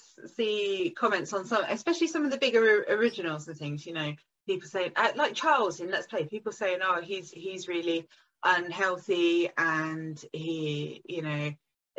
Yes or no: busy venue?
no